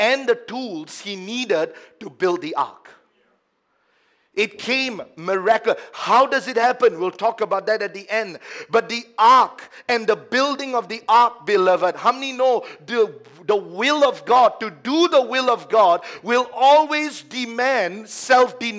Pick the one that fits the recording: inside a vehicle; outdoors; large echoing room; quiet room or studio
large echoing room